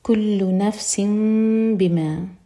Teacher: كل نفس بما، نفس میں نون کا ساؤنڈ میم میں چینج ہوا کیونکہ نیکسٹ ورڈ با سے شروع ہو رہا ہے، تو یہ ہے اقلاب. میم کو ہولڈ کریں گے لیکن ہوٹوں کو ٹائٹ بند نہیں کریں گے اور پھر با پڑھیں گے